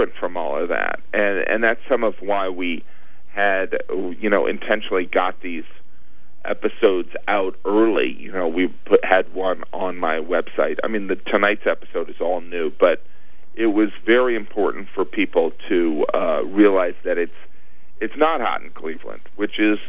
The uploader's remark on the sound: called in for a brief but entertaining chat with me